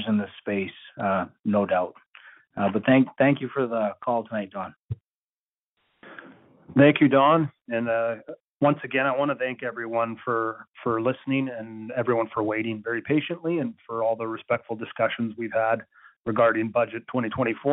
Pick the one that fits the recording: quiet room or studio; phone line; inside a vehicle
phone line